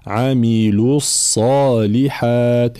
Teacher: كلمة عاملوا لابد من بيان، طبعا هي أصلها بالمد هنا عاملوا، ولكن جاء بعد همزة وصل فتسقط، يسقط المد هنا لالتقاء الساكنين، فنمر من اللام المضمومة من كلمة عاملوا إلى الصاد المشددة عاملوا الصالحات هكذا، ولابد من بيان ضم اللام وإتمام حركة الضم